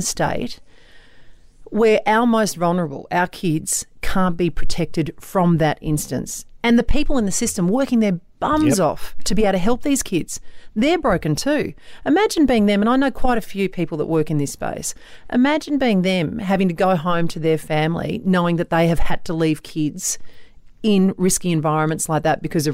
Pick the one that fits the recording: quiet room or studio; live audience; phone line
quiet room or studio